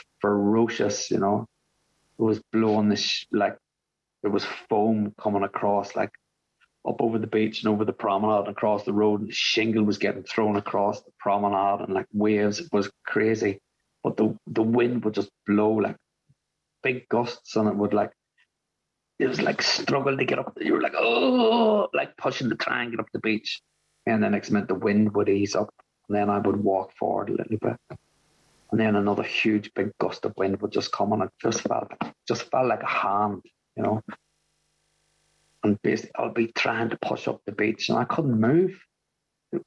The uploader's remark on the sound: At the The Magical Mystery Tour meeting in January of 2022. Zoom.